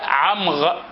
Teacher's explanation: ونطق الراء غين، أو اللثغة في الراء بالغين